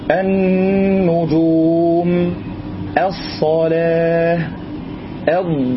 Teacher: فأي حرف من أوائل كلم هذا البيت يأتي بعد اللام الساكنة واجب علينا أن ندغم هذه اللام وألا نظهرها في النطق · Term: إدغامها